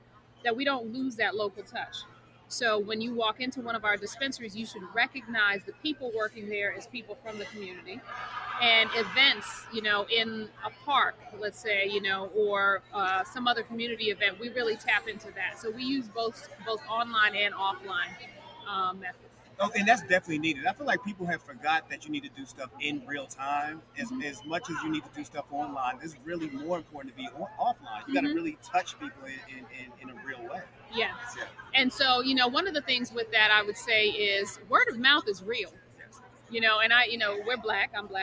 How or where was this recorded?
busy venue